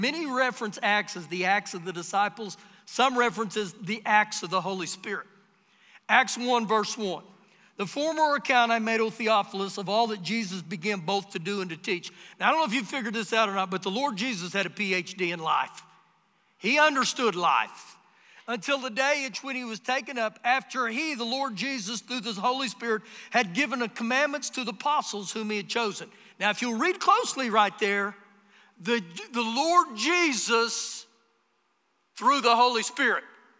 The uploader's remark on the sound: Recorded live during our Sunday morning service